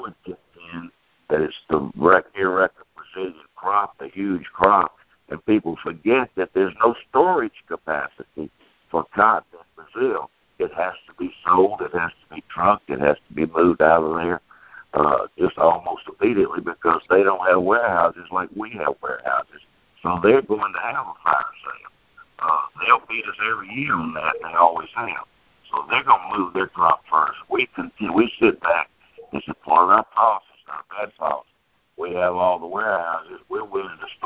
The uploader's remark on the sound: Monthly Conference Call